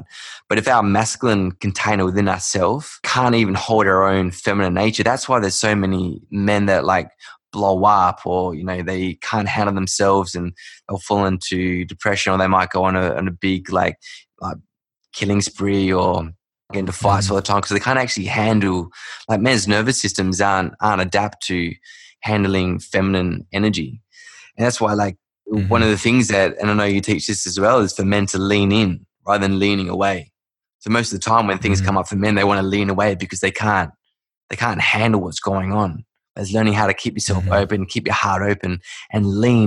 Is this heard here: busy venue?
no